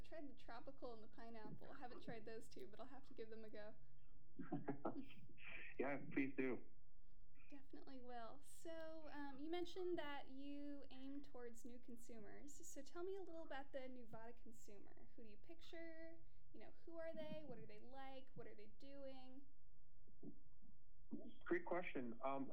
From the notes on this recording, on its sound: Unedited rough interview. Unedited with bad audio quality.